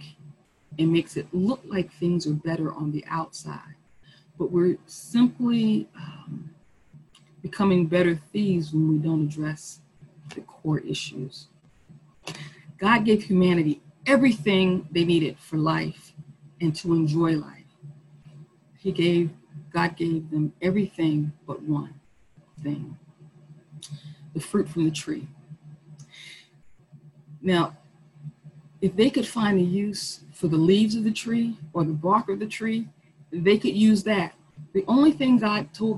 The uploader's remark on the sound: Our zoom streamed service